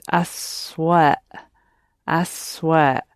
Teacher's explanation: It's a little bit more because the u has picked up a w somewhere in the middle there